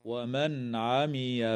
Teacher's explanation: تظهر النون الساكنة عند العين